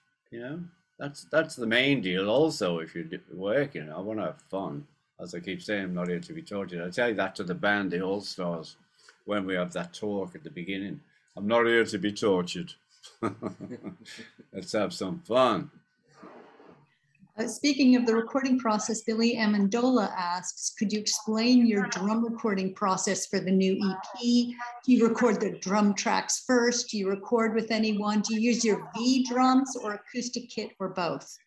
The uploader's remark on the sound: on a private Zoom press conference